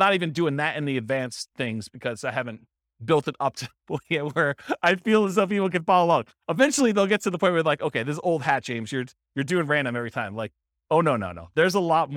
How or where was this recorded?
live audience